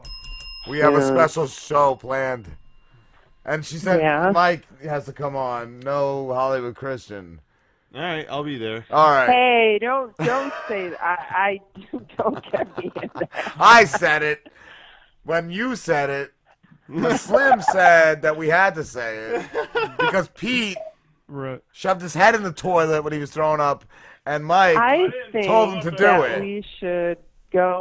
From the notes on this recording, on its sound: called in as well to elaborate